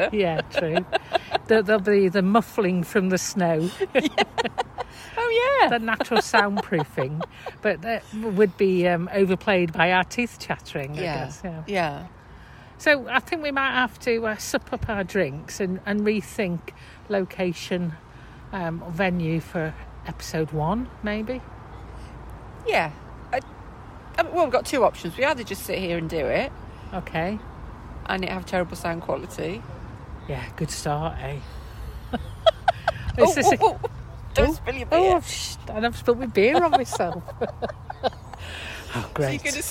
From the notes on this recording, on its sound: They grapple with the issues caused by background noise in the beer garden they've chosen as the location.